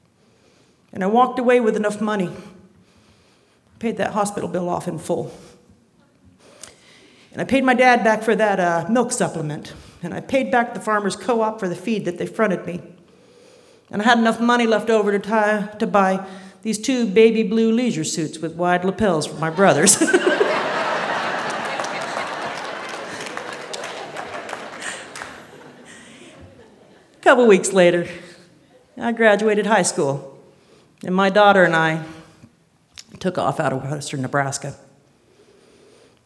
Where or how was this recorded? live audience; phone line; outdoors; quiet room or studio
live audience